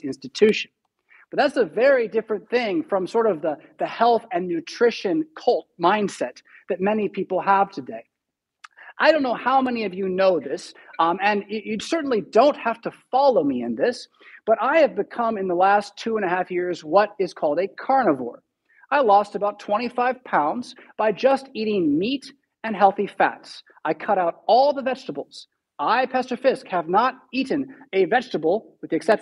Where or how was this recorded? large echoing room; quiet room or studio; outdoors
large echoing room